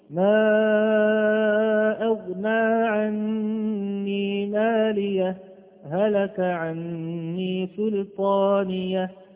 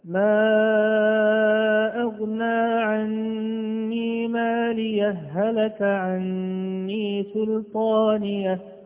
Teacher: لاحظنا أنني شددت الهاء الثانية في كلمة هلك · Shown in: second take · ف فهذا هو وجه الإدغام والإظهار أولى.